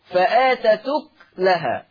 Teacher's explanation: إن ورش يقرأ بسكون الكاف